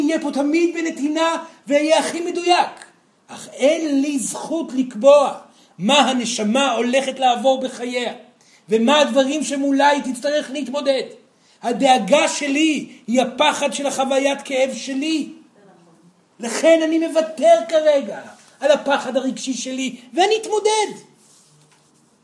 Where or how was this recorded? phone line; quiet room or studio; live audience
live audience